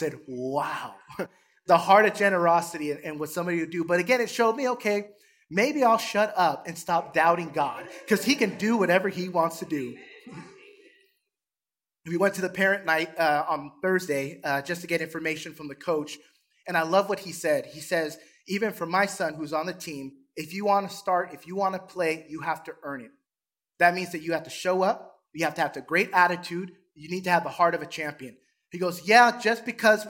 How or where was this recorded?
large echoing room